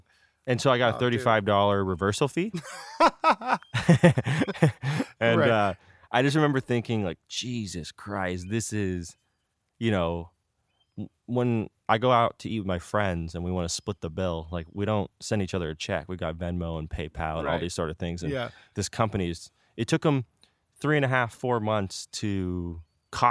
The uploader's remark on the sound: Recorded in his backyard in Pacifica.